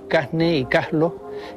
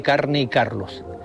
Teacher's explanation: aspiran la R cuando esta aparece ante las consonantes N o L. · Shown in: first take · Así se dice en algunas zonas de Canarias, Casne y Caslo, en lugar de Carne y Carlos.